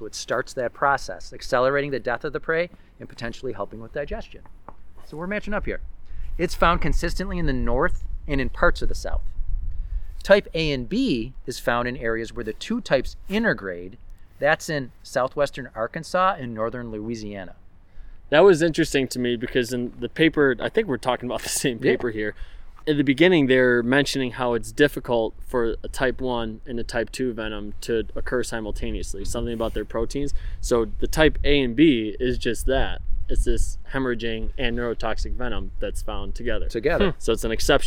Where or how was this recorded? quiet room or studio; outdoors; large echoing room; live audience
outdoors